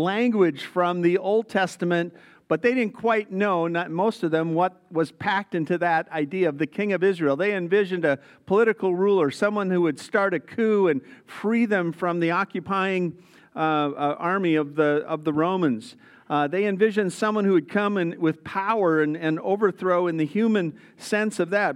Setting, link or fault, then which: setting, large echoing room